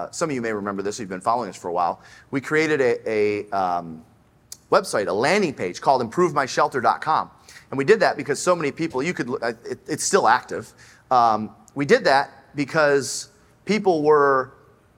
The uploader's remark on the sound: Join us live on stage. Every year, the Glover U audience has the opportunity to "stump the chump".